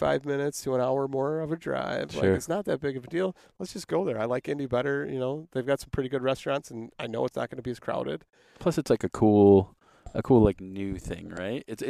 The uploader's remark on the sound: We sat in a park at a picnic table